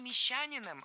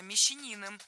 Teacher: Мещанин, ударяем третий слог. · Shown in: second take